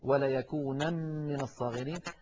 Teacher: طبعا النون تدغم في الوصل، وليكونن من الصاغرين، فإن وقفنا عليها اضطرارا أو اختبارا نقف وليكونا وليكونا.